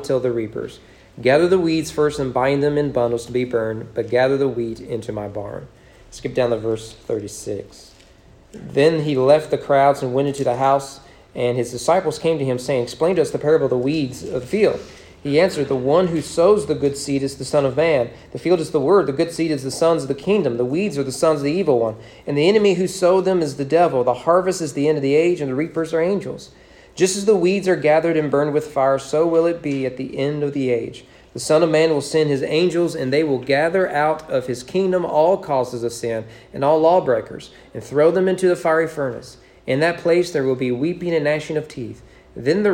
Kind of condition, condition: setting, large echoing room